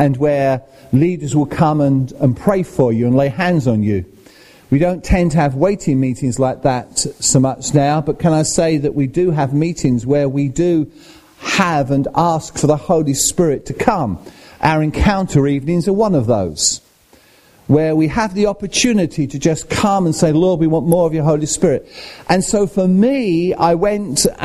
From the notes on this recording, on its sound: At Rayleigh Elim Pentecostal Church.